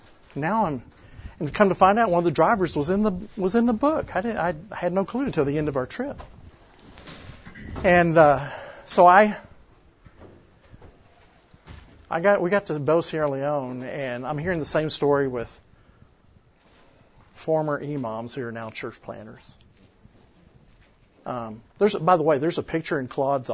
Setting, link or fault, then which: setting, live audience